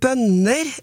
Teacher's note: Og bønner, som skriver flertall av en bønne, det skrives med to N-er, og det tonem 2